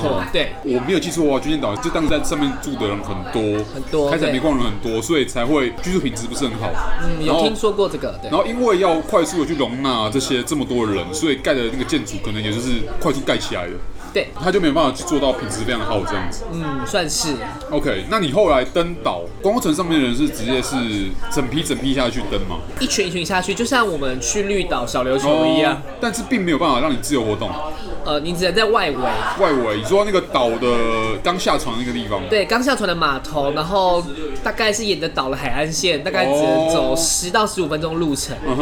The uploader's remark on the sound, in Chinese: 本集白噪音指數：柔風級 3/5。錄音地點： 九州鬆餅 Cafe - 台北富錦店。